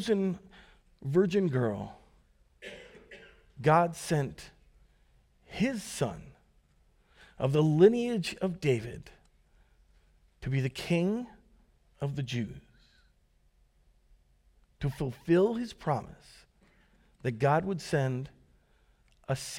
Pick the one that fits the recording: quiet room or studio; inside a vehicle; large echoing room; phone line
large echoing room